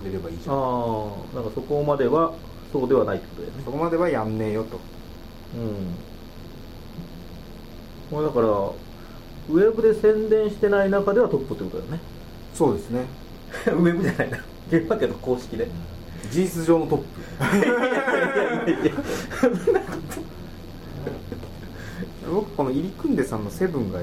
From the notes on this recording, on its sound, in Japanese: １月に録音したものです。音質が悪く聞き取りづらいかと思いますがご容赦ください。